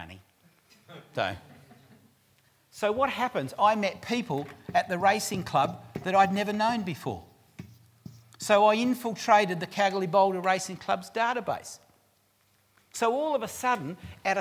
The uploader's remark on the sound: recorded live at REBar Camp 2018